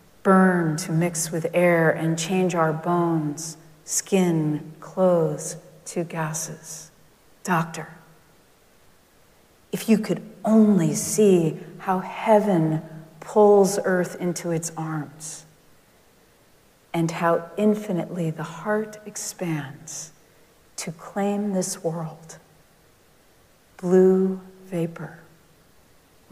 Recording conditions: large echoing room